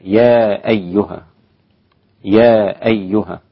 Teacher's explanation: فإنه يتعين عليك أن تأتي بقصر هذا المد حركتين. هكذا يا أيها يا أيها.